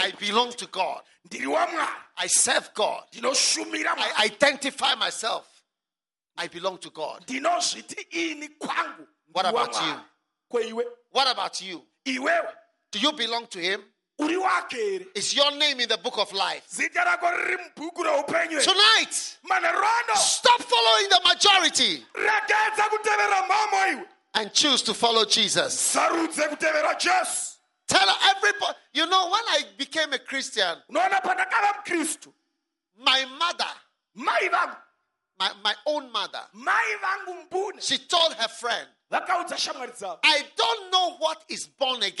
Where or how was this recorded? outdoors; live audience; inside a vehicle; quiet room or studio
live audience